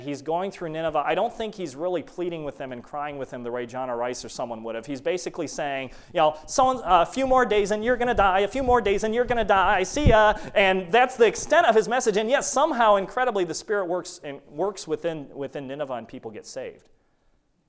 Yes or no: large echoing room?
yes